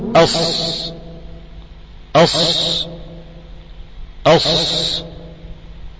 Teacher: حروف صفير تخرج من طرف اللسان مع ما بين الثنايا العليا والسفلى. طرف اللسان مع ما بين الثنايا العليا والسفلى، قريب إلى أطراف الثنايا السفلى، غير أنه يوجد انفراج قليل بينهما. · Term: حروف الصفير